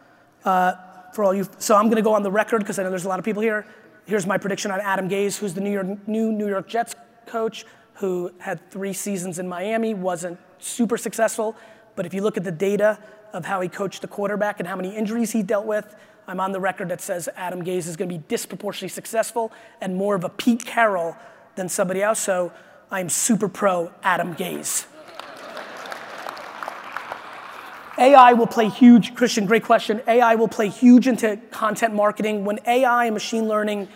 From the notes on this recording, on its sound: This is a keynote I gave in Vegas at the International Franchise Association